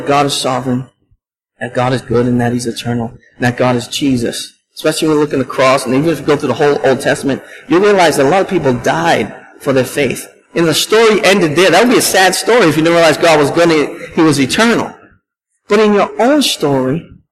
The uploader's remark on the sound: at Restoration Road Church in Wakefield, MA